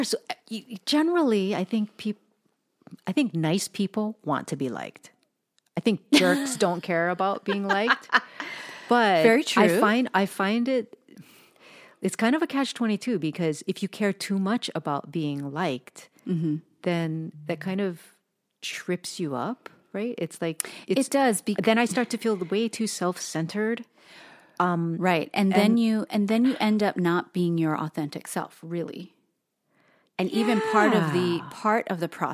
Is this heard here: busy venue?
no